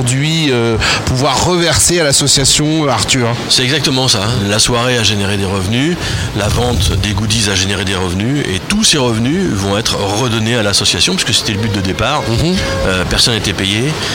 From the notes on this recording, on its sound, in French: En direct du Dock B à Pantin